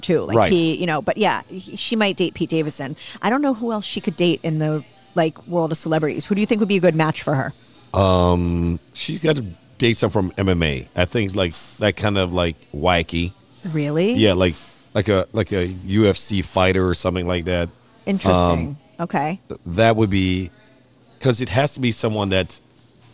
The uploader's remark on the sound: Recorded at Pizza District